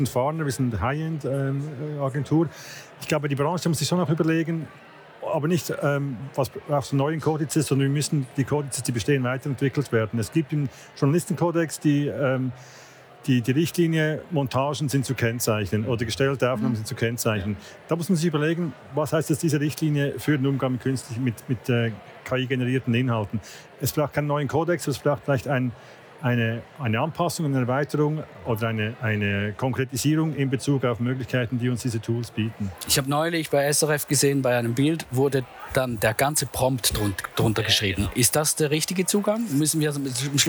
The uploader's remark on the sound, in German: am jährlichen Branchenevent IAM live 2023